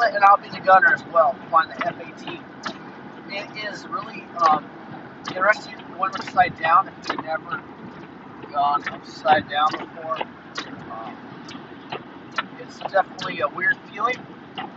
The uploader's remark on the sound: Here’s a “live” trip report recorded while I was driving to The Museum of Flight in Seattle.